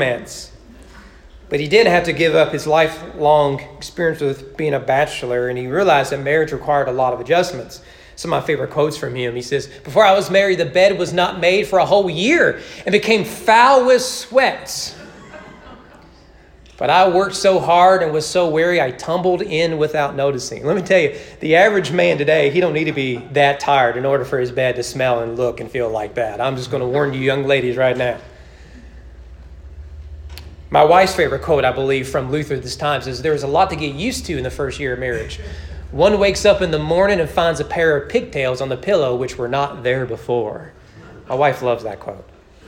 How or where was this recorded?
large echoing room